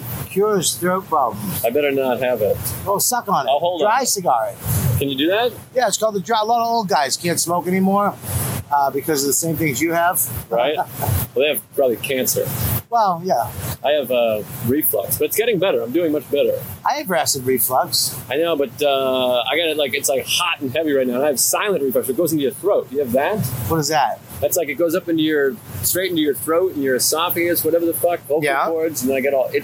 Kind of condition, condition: setting, busy venue